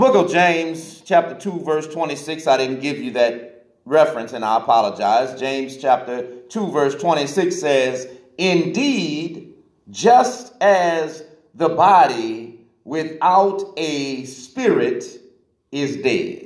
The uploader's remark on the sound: This message was recorded in the sanctuary of Divine Mission House Of Prayer